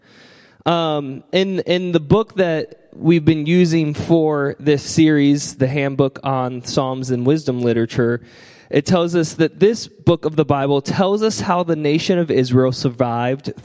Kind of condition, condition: setting, large echoing room